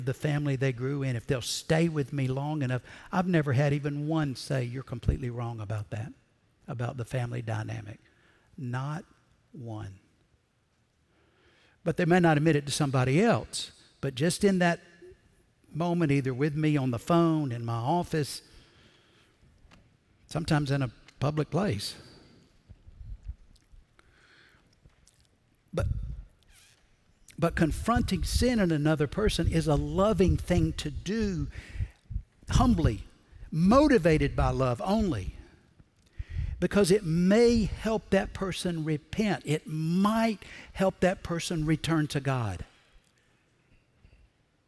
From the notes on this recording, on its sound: Recorded Live at Brookwood Church